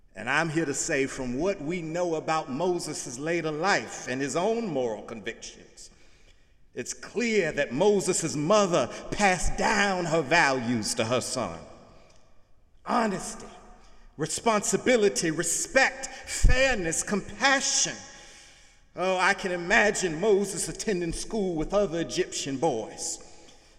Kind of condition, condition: setting, large echoing room